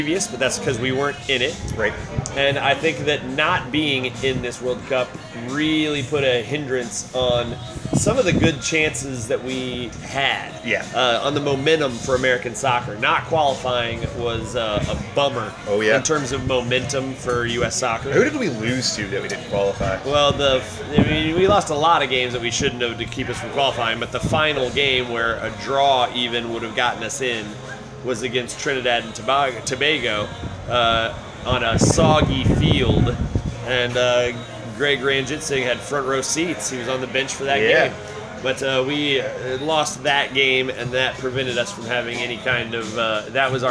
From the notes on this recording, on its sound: record live at Saints during the USMNT vs Jamaica game